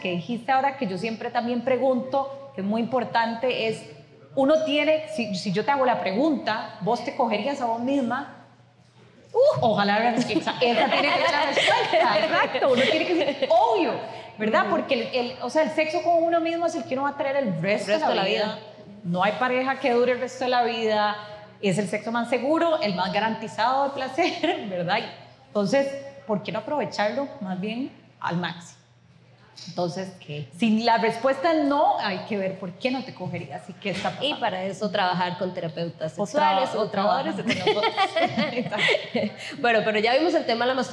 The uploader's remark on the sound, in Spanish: Este fue nuestro primer episodio en vivo desde Eremita Cervecería donde celebramos el Día de la Soltería el 11/11.